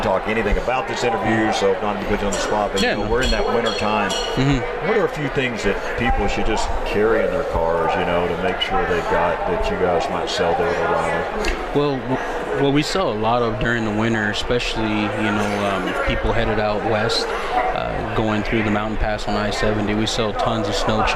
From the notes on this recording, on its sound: International Sportsmen’s Expo 2024 Broadcast at The Colorado Convention Center. We are at the 2024 International Sportsmen’s Expo at the Colorado Convention Center.